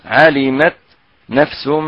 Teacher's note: نأتي بصفة يعني الهمس يعني في التاء الساكنة لنفصل بين التاء والنون بالهمس